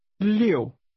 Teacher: Say again, 6, using a falling tone.